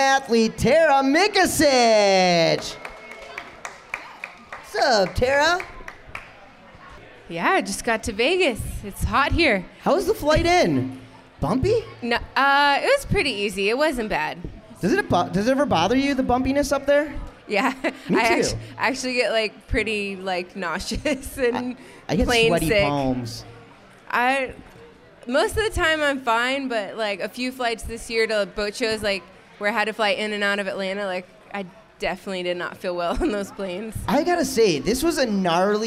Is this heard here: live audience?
yes